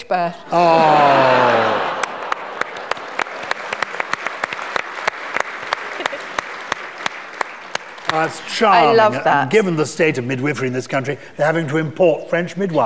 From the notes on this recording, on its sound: Recorded live in front of 1000 Purple People at the Chichester Festival Theatre.